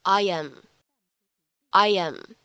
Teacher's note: I am 放在一起的话呢，可以带一个轻轻的连读。你可以在其中的话呢，加上一个半元音，也去调节一下口型。 Iam。Iam。大师的话呢，要注意一下当中过度的这样一个半元音也的口型，不要读得过于夸张了啊，不要读得特别生硬。如果你读的是 Iam，这样就不对了，就不好听了。下面的话呢